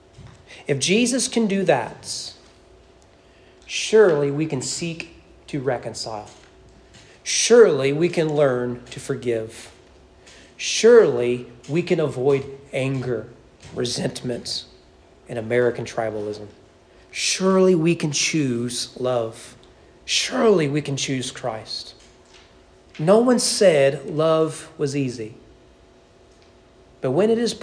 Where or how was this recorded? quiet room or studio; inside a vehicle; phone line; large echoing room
large echoing room